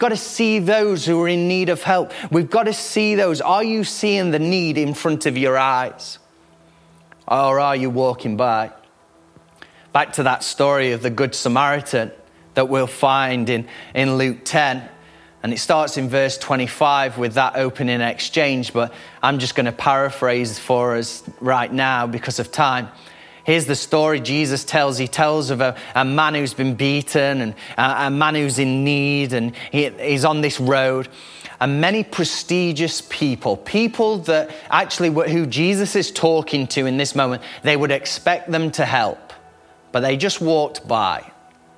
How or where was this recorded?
large echoing room